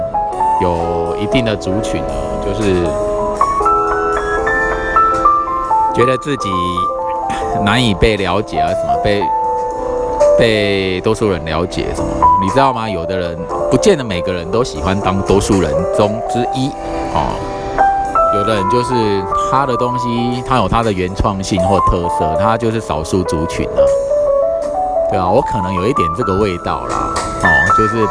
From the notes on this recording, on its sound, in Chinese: 試試包包內兩手機錄音上傳。嘗試新的收音方法， 想必成功， 包包內收音兩手機。